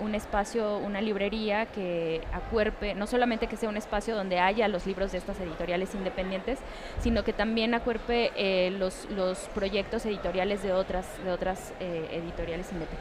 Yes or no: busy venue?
yes